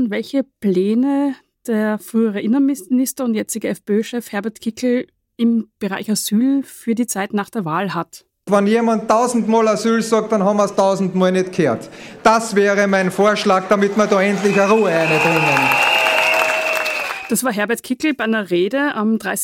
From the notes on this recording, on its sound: Gespräch im Falter-Radio. Ausgerückt zu asylfakt live am Wiener Badeschiff. Aufzeichnung unserer Diskussion zum Thema "Irreguläre Migration: Zeitgenössisches Phänomen oder Politischer Kampfbegriff".